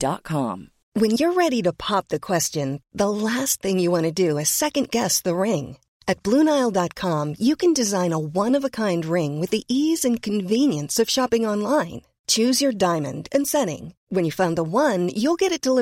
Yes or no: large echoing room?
no